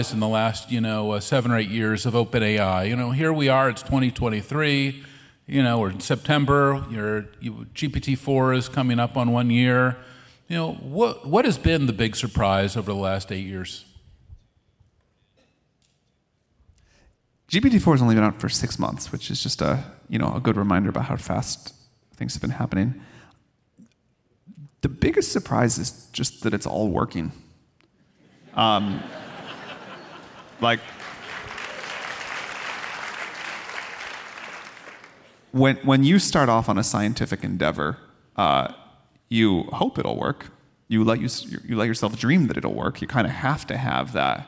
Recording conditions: busy venue